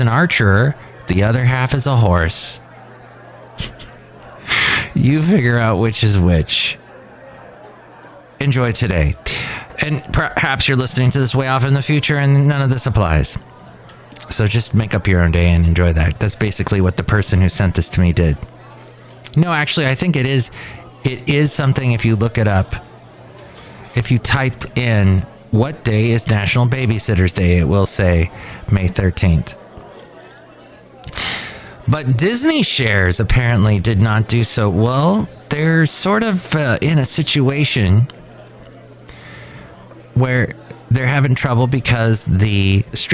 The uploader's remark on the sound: Podcasts live from Cafe Anyway.